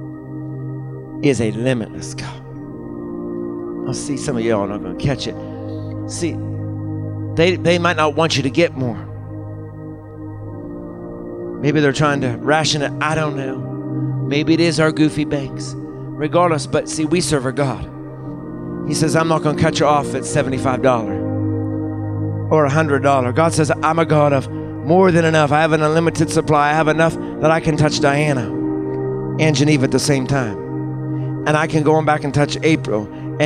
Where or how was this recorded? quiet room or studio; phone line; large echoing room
large echoing room